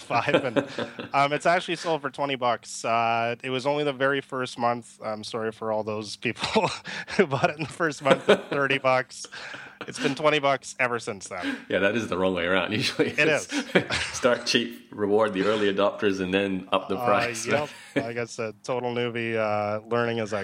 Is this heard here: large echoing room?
no